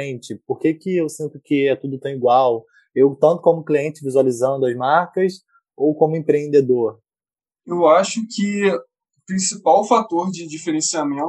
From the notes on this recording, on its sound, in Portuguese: Episódio gravado durante a pandemia do COVID-19, com gravação remota.